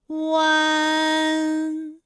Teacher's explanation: 便、简便、连篇、连篇。好，我们继续再来发乌安。乌安的发音的时候呢，是从圆唇的后高元音乌开始，口型迅速的由合口变为开口状，舌位向前迅速滑降到不圆唇的前低元音啊的位置呢就开始升高，发啊后软腭下降，逐渐将鼻音色彩增强，舌尖迅速移到上齿龈部，最后抵住上齿龈，发出鼻音呢的状态。看啊，大家感受一下从合口改为开口状的状态，弯，是不是先从合口，然后最后变成了一个开口的状，然后最后尾音的时候呢，是要到达一个鼻腔，发出一个鼻音呢的状态，弯，哎，它就发完整了。好，大家依然跟我来读一组词啊，贯穿，贯穿，软断，软断，酸软，酸软。好，我们继续再来发吁安的音。发音的时候呢，由圆唇的后高元音吁开始，向前低元音啊的方向滑降，舌位只降到前半低元音 i 略后的位置就开始升高，发 i 之后呢，软腭下降，逐渐增强鼻音色彩，舌尖迅速移至上齿龈